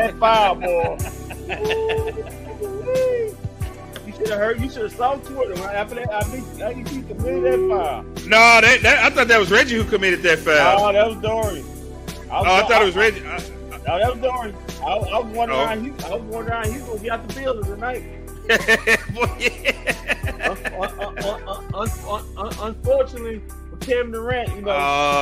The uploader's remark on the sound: Live from inside the AAC